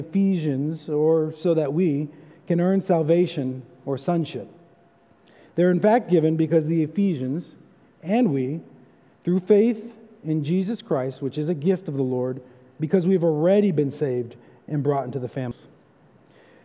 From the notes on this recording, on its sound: for evening service at Arlington Baptist Church in Arlington, Virginia.